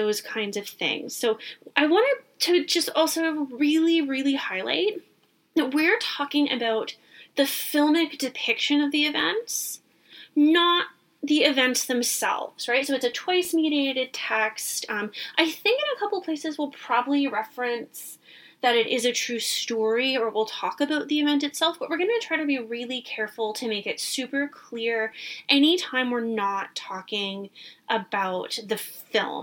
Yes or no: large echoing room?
no